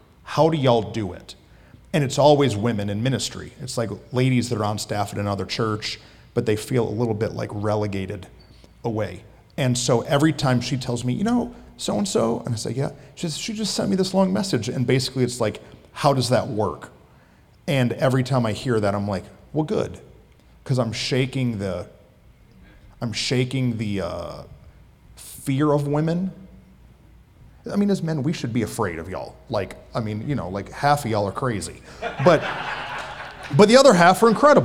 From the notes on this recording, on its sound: At our live recording event, we hosted a Q&A session!